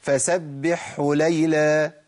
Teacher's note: الهاء ممكن تضيع مني خالص، تبدل بحاء وتضغم